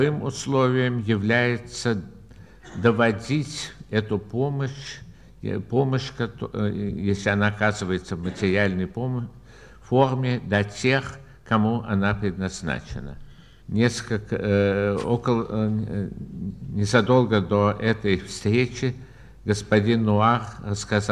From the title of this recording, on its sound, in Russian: Лионская лекция. Ответы на вопросы.